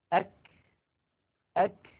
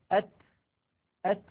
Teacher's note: الشدة والهمس في الكاف والتاء في زمنين متتاليين خلف بعضهما مباشرة وليس في زمن واحد، لأنه يستحيل على الإنسان أن يأتي بانحباس الصوت وجريان النفس في الزمن نفسه، وإنما هما خلف بعضهما هكذا.